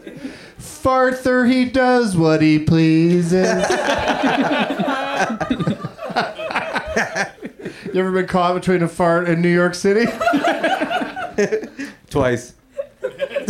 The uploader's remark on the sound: Live from the UCB Franklin